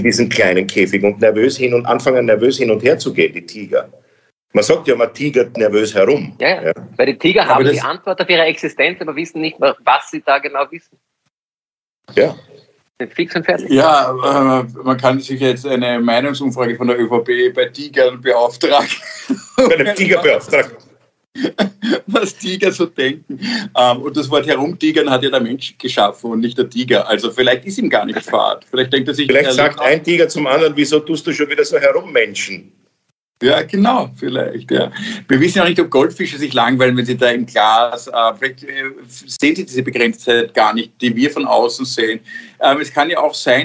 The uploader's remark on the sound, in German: Auch wenn die Drei jetzt wieder nicht auf der Bühne stehen können. Finden ihr Publikum auch, indem sie einander via Skype am Abend beim Reden zusehen.